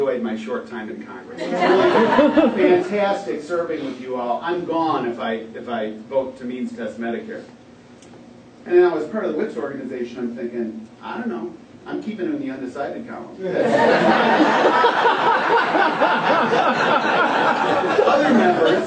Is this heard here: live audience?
yes